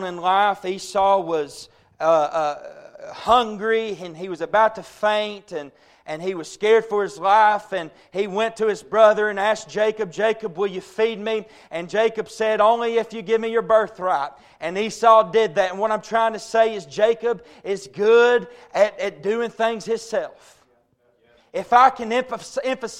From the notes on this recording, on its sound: A message preached at Crossroads Baptist Church.